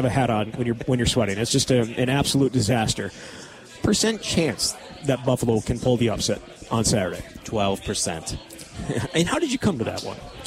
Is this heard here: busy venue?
yes